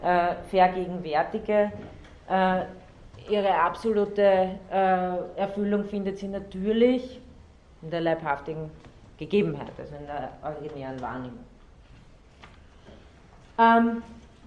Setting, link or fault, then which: setting, large echoing room